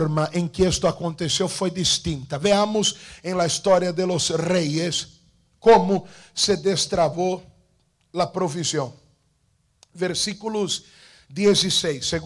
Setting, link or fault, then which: setting, large echoing room